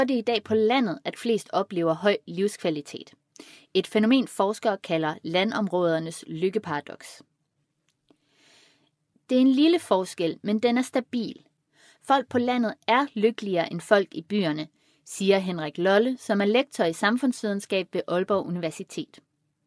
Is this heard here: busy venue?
no